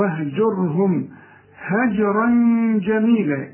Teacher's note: الجيم قلقلها لأنها عليها السكون، هجرا جميلة في غنة هنا عشان الجيم من حروف الإخفاء، هجرا جميلة.